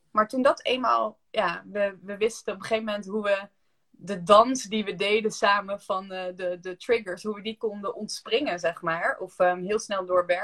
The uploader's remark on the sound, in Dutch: Heb ik een Insta live opgenomen. Dus we hebben deze sessie ook als podcast opgenomen.